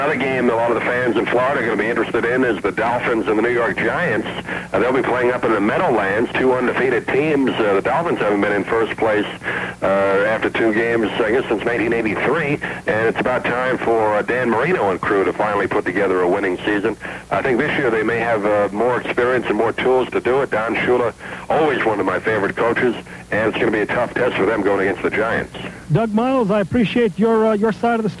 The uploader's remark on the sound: A couple of call ins. On the “Sun Radio Network” (Tampa, FL).